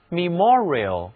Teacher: 在这里字母 e 改读作短的元音 e，而字母 o 读圆口的长元音 o